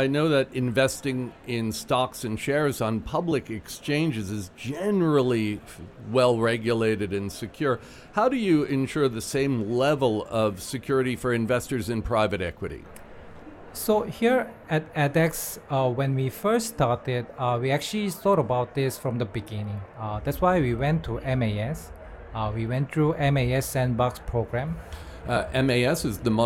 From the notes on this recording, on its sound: LIVE from Hong Kong FinTech Week and Singapore FinTech Festival